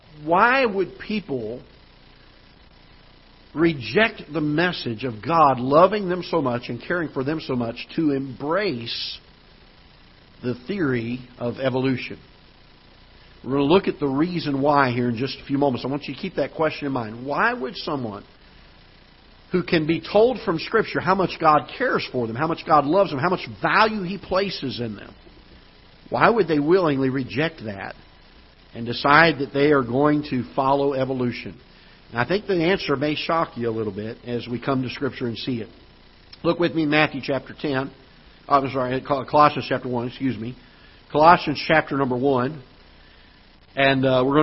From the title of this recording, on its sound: Ketha Heights Baptist Church ~ Live Broadcast